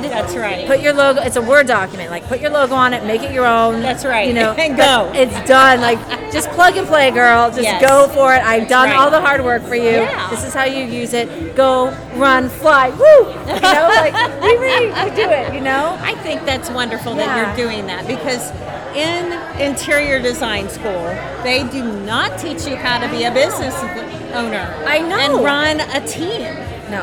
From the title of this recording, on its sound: Live at the Phillips Collection Pt. 2